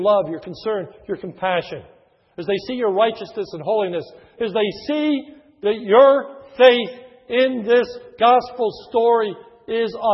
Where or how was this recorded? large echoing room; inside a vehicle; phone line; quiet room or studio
large echoing room